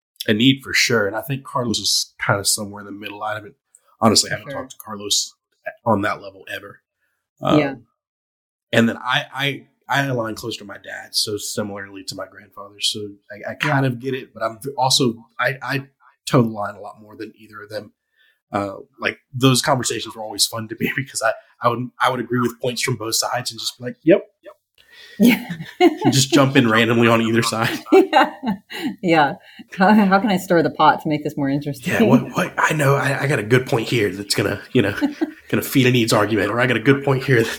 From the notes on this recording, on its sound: Sorry, there are some echo issues throughout the recording.